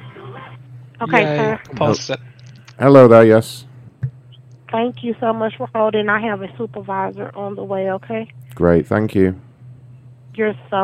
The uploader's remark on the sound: call into a very sexy gardening show